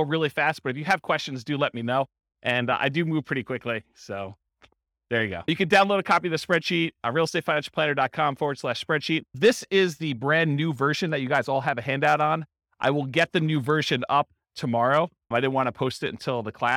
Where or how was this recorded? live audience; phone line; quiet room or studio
live audience